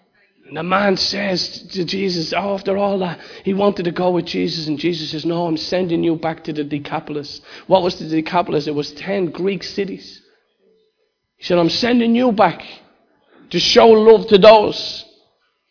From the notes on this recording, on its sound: Recorded live in Liberty Church on 30th June 2019